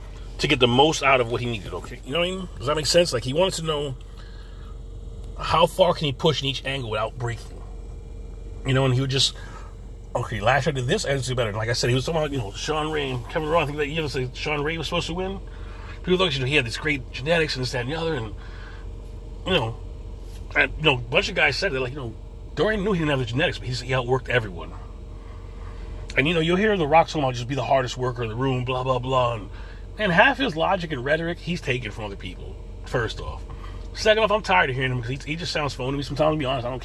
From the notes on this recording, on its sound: In this CarCast